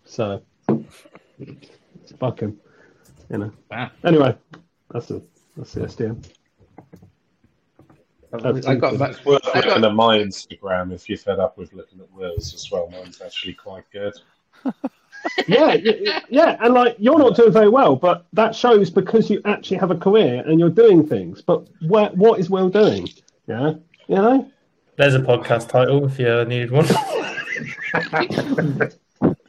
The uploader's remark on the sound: Sorry about the bad audio quality